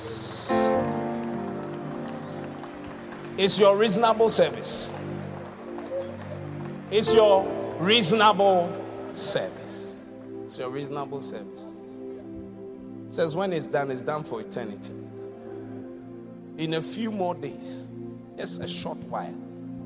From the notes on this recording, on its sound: Preached at The Qodesh. Encounter Service.